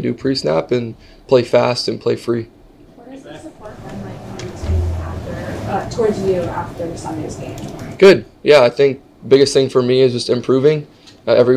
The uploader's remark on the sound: addresses the media during his press conference at Gillette Stadium on Wednesday, October 4, 2023